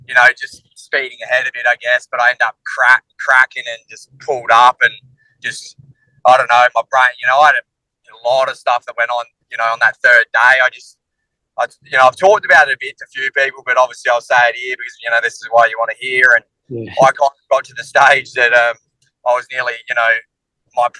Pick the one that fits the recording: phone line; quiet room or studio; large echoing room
phone line